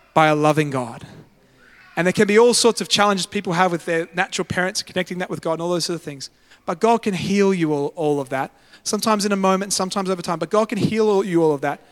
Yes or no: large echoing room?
yes